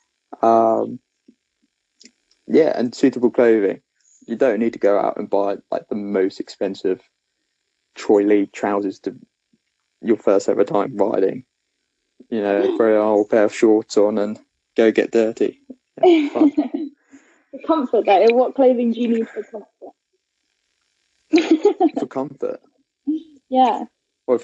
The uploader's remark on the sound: Please bare with the technical issues, our first guest episode in the middle of a national lockdown!